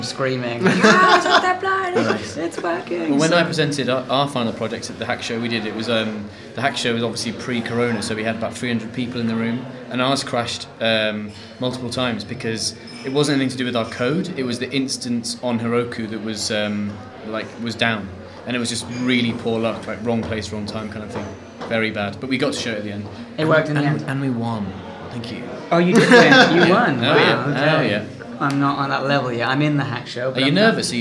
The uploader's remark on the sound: Live from the IronHack Berlin Hackshow